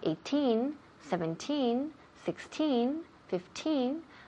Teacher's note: When we have 18, 17, 16, 15, the emphasis falls on teen.